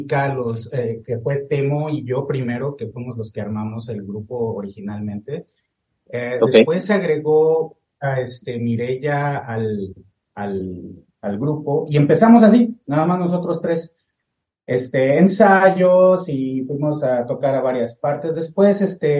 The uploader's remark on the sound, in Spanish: Entrevista a través de zoom